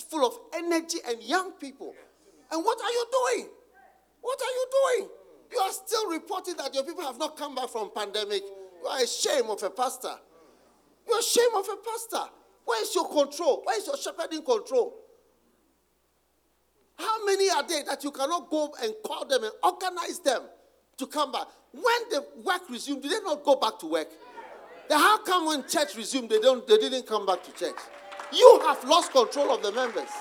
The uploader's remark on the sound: Preached at the Use It or Lose It Camp, USA.